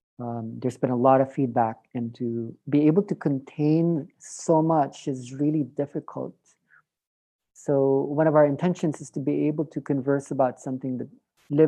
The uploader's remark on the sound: A third zoom call